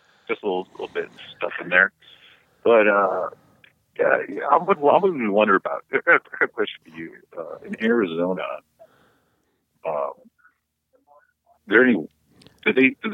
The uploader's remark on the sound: Talks over the phone line.